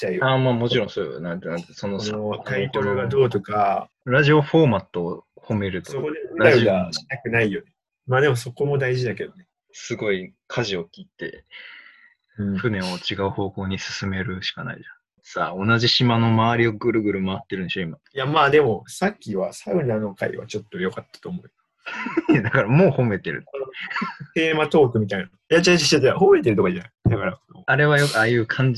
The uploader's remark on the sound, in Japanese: リモート録音なので音質はそこまでよくありません。